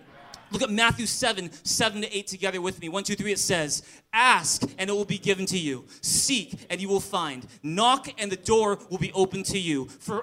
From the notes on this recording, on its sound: Recorded on September 17, 2017 at Thrive ChurchVancouver, Canada